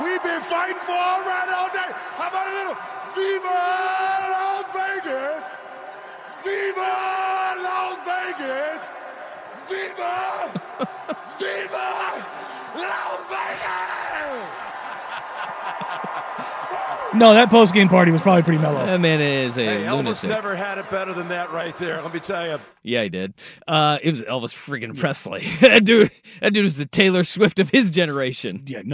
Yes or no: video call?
no